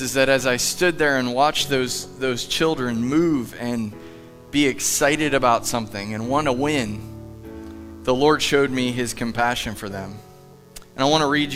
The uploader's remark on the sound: Live from The Summit Church in Dover, OH